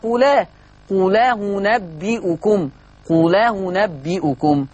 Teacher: طب تنتبه إلى نقل الهم حركة الهمزة الأولى إلى اللام، قوله لما نشيل الفتحة اللي على الهمزة فتنتقل للام تبقى لام مفتوحة · Term: النقل